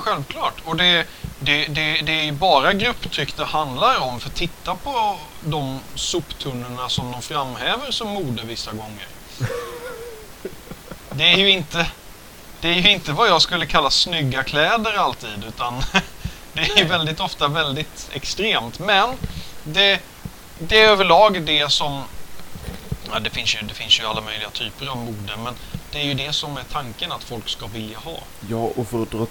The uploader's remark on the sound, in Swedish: ljudkvalitén är fortfarande inte på topp